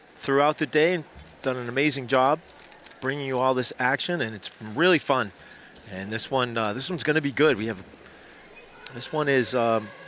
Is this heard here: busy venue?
yes